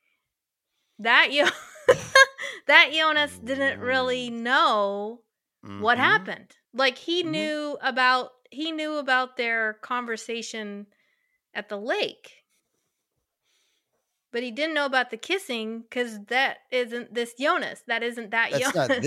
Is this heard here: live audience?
no